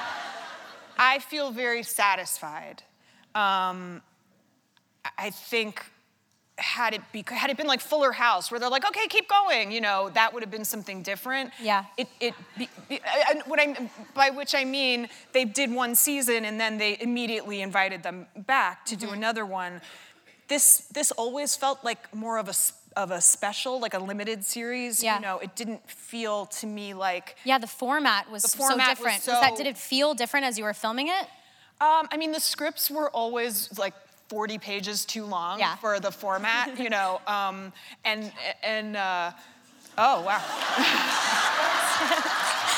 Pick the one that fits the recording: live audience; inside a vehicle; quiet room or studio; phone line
live audience